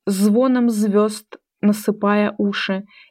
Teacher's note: с помощью сочетания звонкого «з» и глухого «с» противопоставляются разные образы